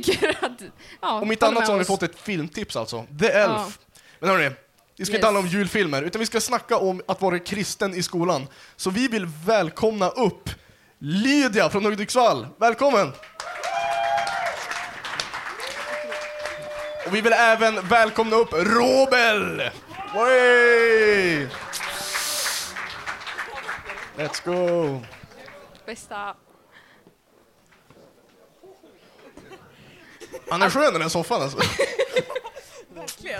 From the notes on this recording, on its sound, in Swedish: Årets sista poddavsnitt är hämtat live från Äkta i Sundsvall.